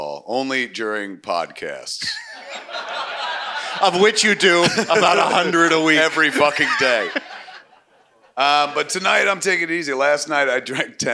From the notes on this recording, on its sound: perform live at the Mooby's Pop-Up at San Diego Comic-Con 2023!